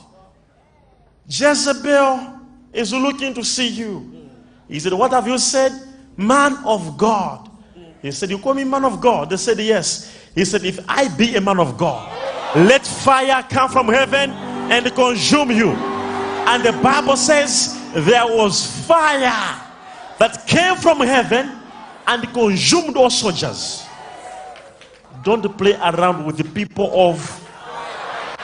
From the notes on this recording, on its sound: LIVE MID WEEK SERVICE| ECG CHURCH